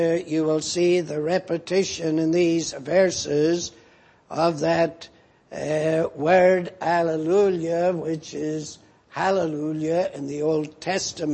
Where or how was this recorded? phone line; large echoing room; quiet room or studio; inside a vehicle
large echoing room